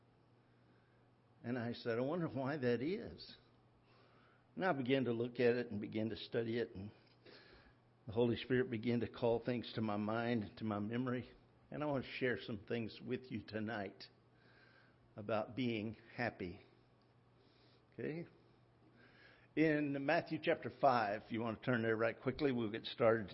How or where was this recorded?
large echoing room